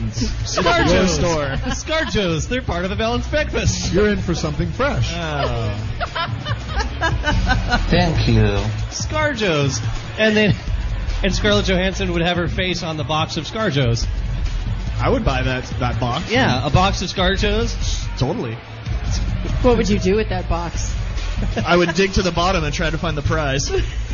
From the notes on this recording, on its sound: broadcast live from the House of Blues in Anaheim.